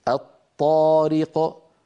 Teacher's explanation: أدغمنا لام التعريف في الطاء فصار النطق بطاء مشددة، أيضا لابد من أن يكون النطق بطاء مشددة غير مفكوكة، الطارق.